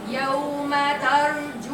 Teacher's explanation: في ترجو دي التاء رقيقة